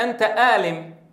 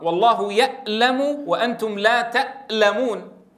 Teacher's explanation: البعض ينطق العين همزة في لهجته المحلية، كمثلا أهل تهامة ينطقون العين أين، فيقول لك أنت آلم، وإذا قرأ في القرآن يقرأ والله يألم وأنتم لا تألمون.